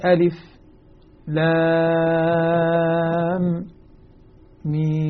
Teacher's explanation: المرموز له بالهمزة من الألف، وهو أبو جعفر يقرأها بالسكتة لطيفة خفيفة دون تنفس بين هذه الحروف · لذلك يقول: ألف لام ميم، فسكت، لو لم يسكت لأدغم الميم في الميم، لكنه مع السكت لا يدغم